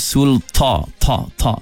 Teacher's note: Huruf ta kebanyakan pembaca jika dia tidak teliti dia akan baca dengan mengeluarkan nafas pada ta. · Term: hamas